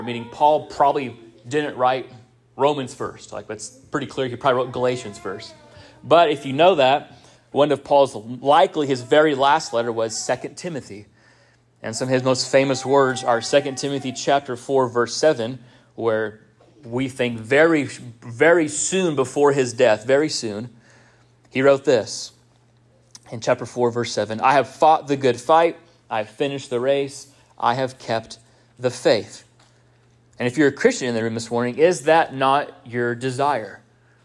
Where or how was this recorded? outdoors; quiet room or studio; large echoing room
large echoing room